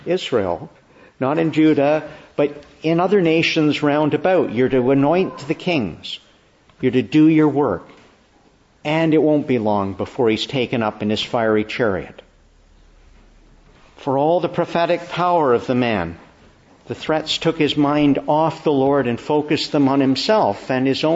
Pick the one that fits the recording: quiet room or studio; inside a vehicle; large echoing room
large echoing room